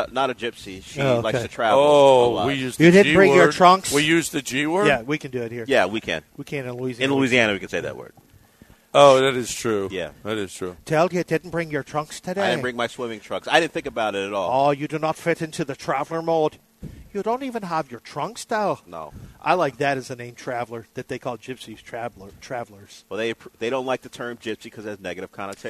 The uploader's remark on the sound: LIVE from the Golden Nugget Casino in Lake Charles